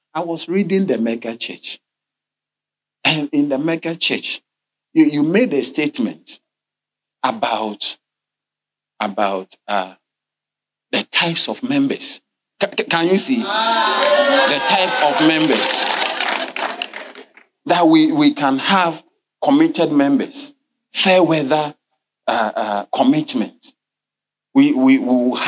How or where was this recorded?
large echoing room